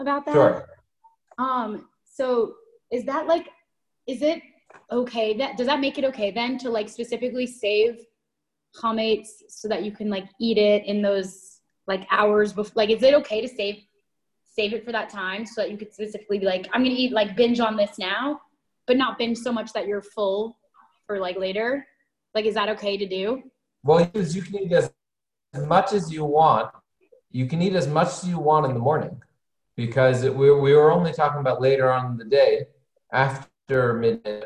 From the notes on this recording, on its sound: Zoom Class